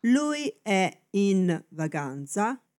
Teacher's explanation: Мы спрашиваем, он в отпуске или он действительно в отпуске? Делая ударение на глагол, мы подразумеваем, он в отпуске, это правда, он действительно там.